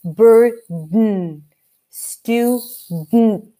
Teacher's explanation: we activate the vocal cords more for the D · Term: nasal D